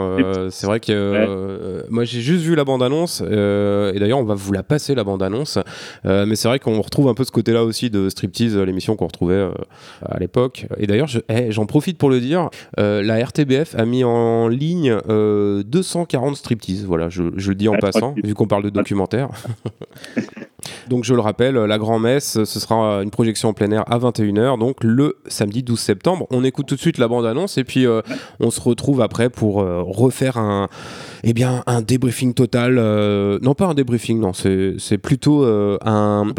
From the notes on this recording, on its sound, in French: Nous avons pu discuter par téléphone et au micro de Timbre FM.